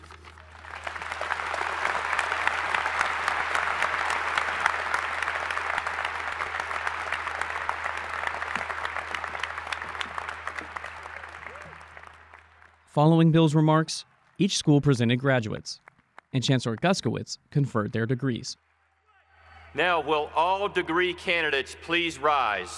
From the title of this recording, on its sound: The sounds of Winter Commencement